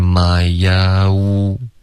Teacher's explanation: my own 这段没有动嘴唇，应该是 myown。啊呜，你要嘟嘴，导致一个滑动